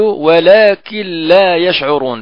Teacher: نبدل النون لاما وندغم اللام في اللام ونقول ولكن لا يشعرون بدون غنة، ولكن لا يشعر حتى يقول يعني قائل ولكن لا يشعرون، فلا غنة على اللام. · Term: إدغام مثلين